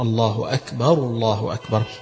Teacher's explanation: يبقى الكاف تهمس ولكن ما تتحولش لحاجة تانية غير الكاف · Term: الهمس